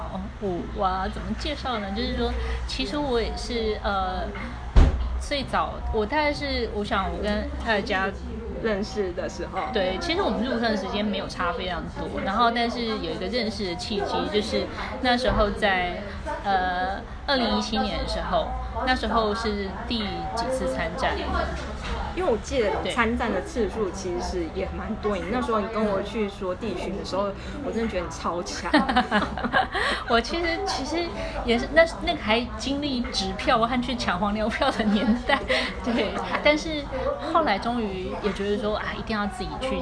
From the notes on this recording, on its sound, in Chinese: 粗暴收音#背景吵雜